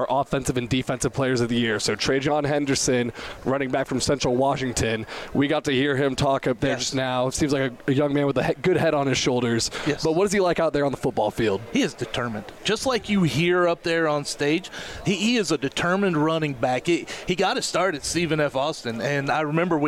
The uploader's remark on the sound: LIVE from the 2023 Lone Star Conference Media Day. It's a special edition of The Republic of Football as we go live from Lone Star Conference Media Day and talk to coaches and players around the conference.